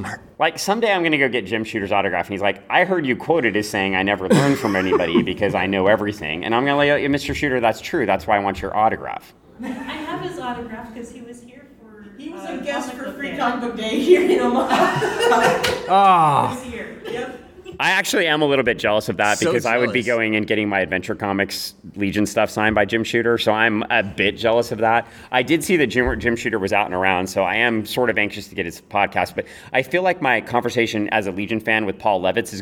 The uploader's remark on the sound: Live to tape from O Con Expo